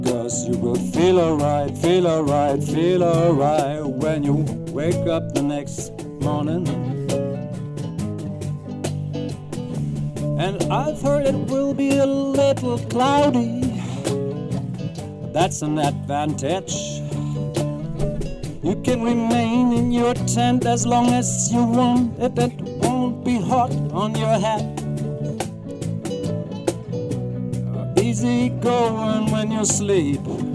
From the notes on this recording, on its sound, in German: Live accoustic. Spontan entstandene session aufm endelig festival.